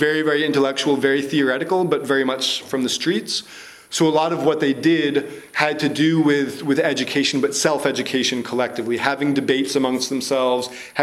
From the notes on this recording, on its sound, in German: Zusammenschnitt und Audioaufnahme einer Kritik an dem Konzept der Gewaltfreiheit. Aus Rücksicht auf das Publikum wurden die gestellten Fragen aus dem Mitschnitt entfernt.